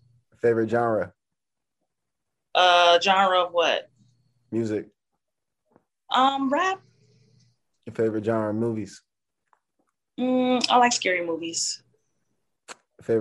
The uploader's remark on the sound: zoom interview